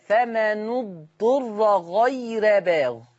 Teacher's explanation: أخي الكريم خلي بالك من ضم حرف النون فمنو ضم الشفة جيدا وخلي بالك من ترقيق الراء غير